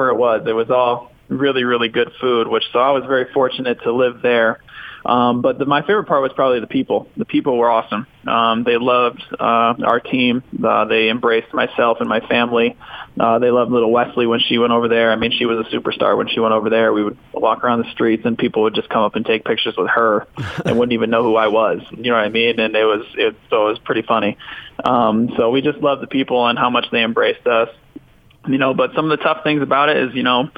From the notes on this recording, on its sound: called in to the show